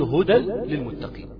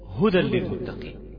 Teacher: دخل التنوين في اللام لان ده ادغام · Shown in: second take